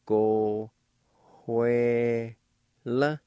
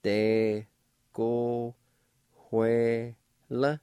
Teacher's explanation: there's a faint H sound between the O and W